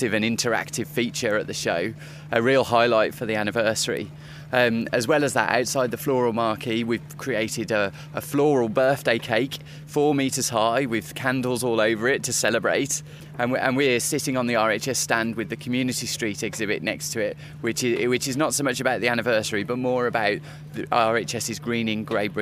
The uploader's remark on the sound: we visit the 2015 RHS Hampton Court Palace Flower Show and hear highlights from the showground